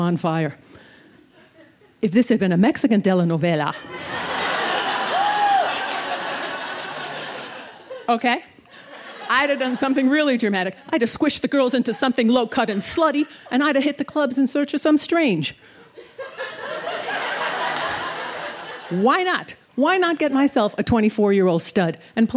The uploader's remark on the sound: Told this story in front of a live audience at Buntport Theater in Denver, Colorado.